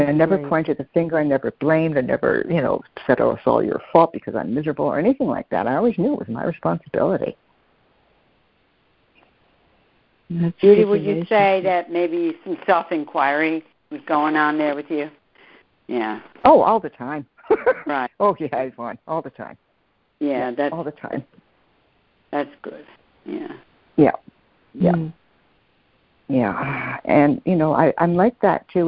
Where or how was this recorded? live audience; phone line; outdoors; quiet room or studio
phone line